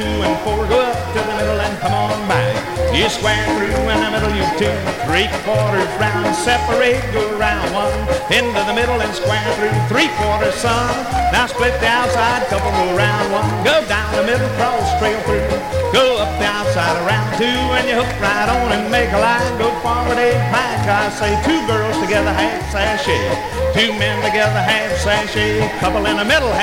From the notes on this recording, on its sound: Track seven, record one from the 1964 Blue Star Jubilee Square Dance held in the Sam Houston Auditorium